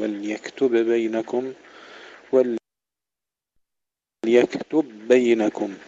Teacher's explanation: تشديد إدغام الباء في الباء، إدغام متماثلين